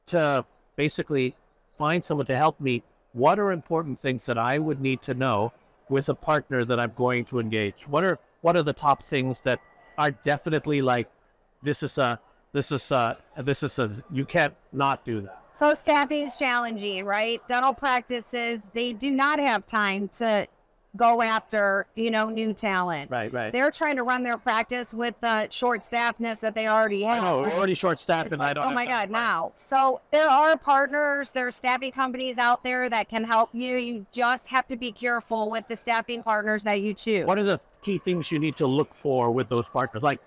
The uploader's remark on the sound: live from the Hinman Dental Congress